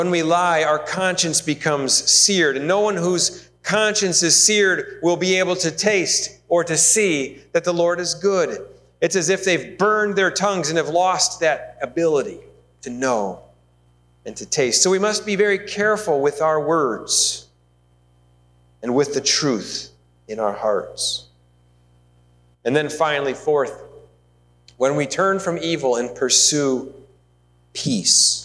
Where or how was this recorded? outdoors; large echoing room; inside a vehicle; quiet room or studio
large echoing room